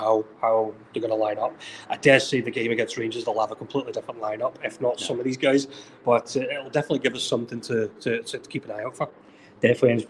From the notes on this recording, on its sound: Live from Gateshead. Live from the Gateshead International Stadium!